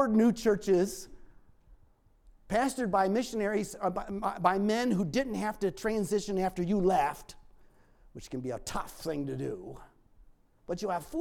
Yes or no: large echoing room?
yes